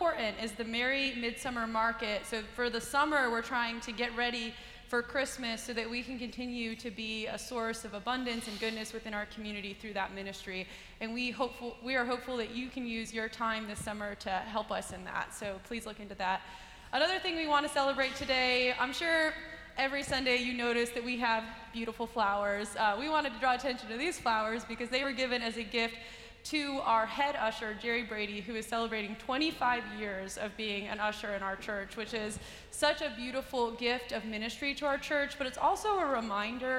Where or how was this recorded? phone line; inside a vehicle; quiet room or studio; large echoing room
large echoing room